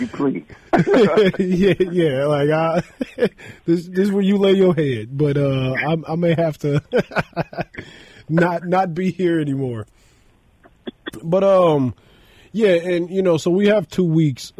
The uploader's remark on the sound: joins over the phone